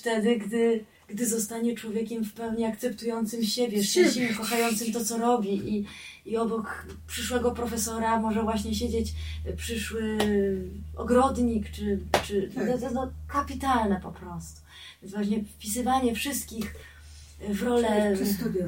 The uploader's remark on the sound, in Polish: Za gorszy dźwięk spowodowany błędami technicznymi bardzo przepraszamy.